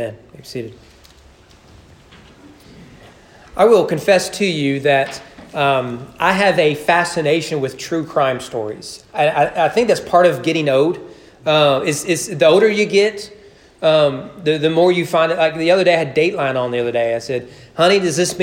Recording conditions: large echoing room